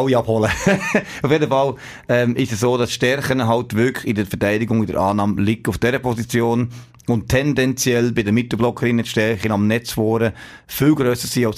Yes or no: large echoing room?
no